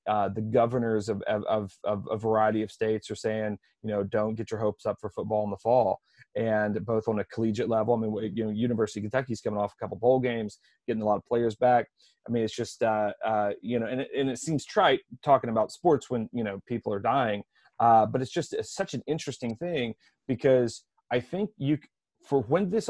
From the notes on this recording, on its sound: Roundtable Zoom Session.